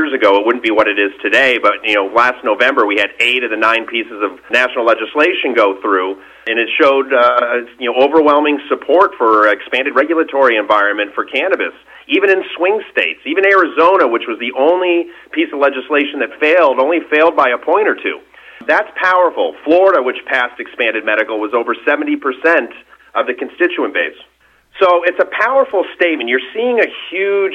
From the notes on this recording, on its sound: called in to SmallCapVoice